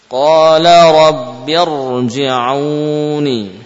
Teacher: ra sukun sebelumnya ada hamzah wasal, ya, mau apa didahului dengan fathah atau dhammah atau kasrah selalu tebal.